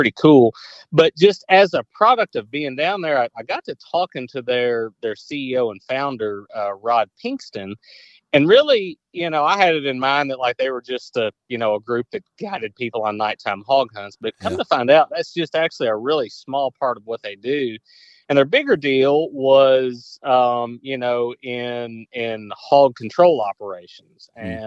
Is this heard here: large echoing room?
no